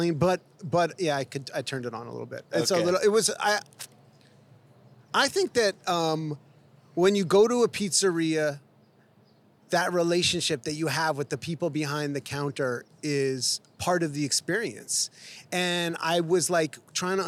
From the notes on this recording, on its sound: Danny Boy's Famous Original Pizzeria, nestled in the heart of downtown Los Angeles. It was a beautiful, sunny L.A. We got to chat right outside the restaurant.